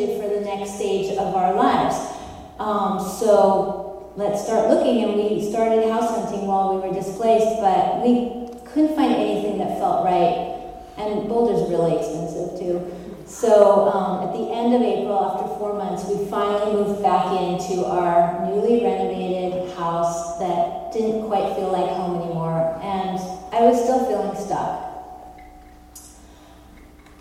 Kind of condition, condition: setting, live audience